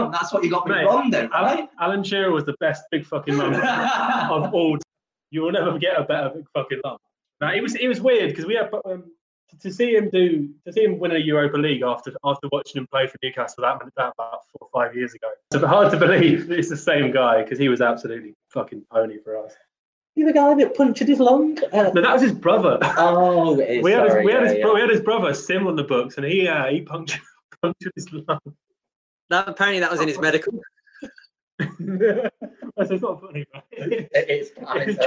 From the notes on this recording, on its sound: some audio issues